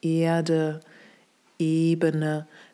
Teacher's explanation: das sind alles lange geschlossene Es